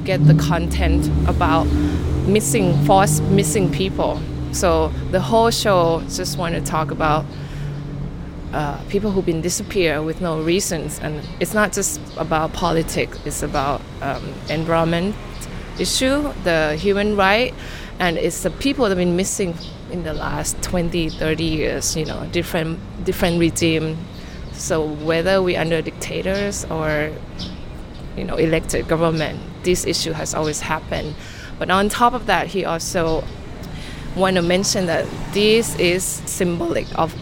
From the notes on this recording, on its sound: Recorded at Rockademy and WTF Bar and Gallery